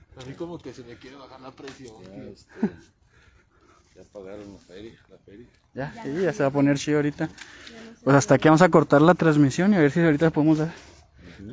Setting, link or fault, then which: setting, outdoors